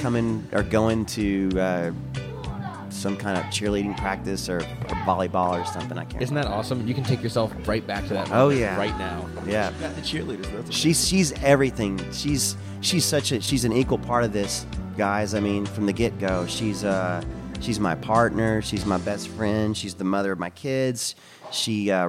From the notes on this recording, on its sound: This was recorded in the cafe at the Black Cat, a venue located off of 14th St in D.C. Special thanks to the Black Cat for turning off the ceiling fan and the music they normally listen to as they craft their delicious meals. Seated at a booth.